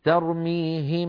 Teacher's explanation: هل سمعتم صوت الغنة؟ بقي مستمرا مع الميم